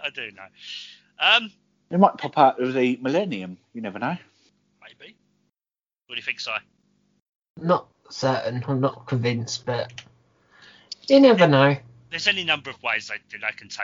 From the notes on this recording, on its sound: Please note we had some minor sound difficulties while recording.